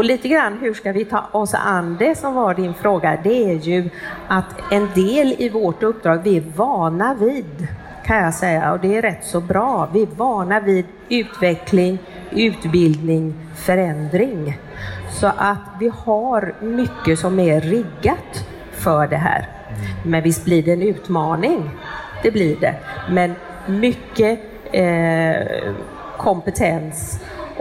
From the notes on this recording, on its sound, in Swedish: Detta är det första avsnittet av tre som spelades in live inför publik på Kvalitetsmässan 12-14 november i Göteborg. I början av detta avsnitt strulade tekniken något så ljudet byter karaktär efter cirka fem minuter.